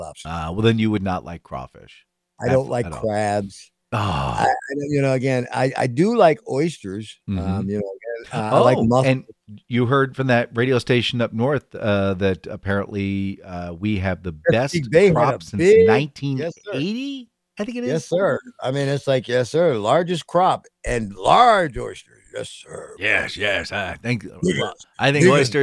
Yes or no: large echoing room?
no